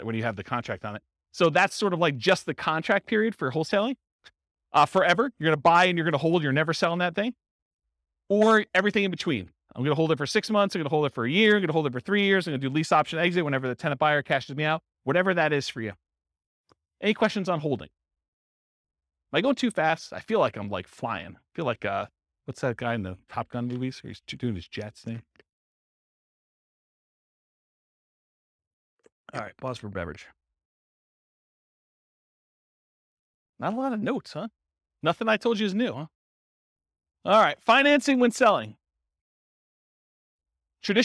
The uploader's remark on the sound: This was a live class recorded.